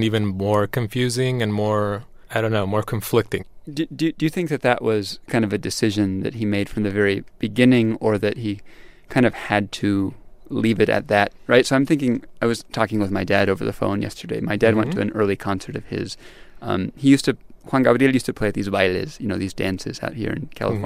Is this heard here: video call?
no